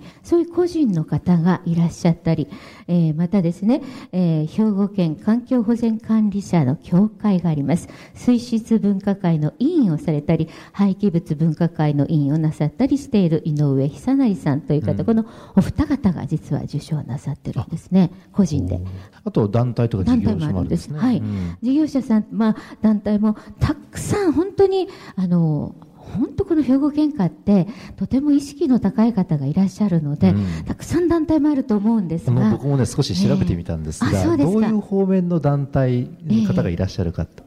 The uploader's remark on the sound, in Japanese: 公開録音「地球と共生・環境の集い2020」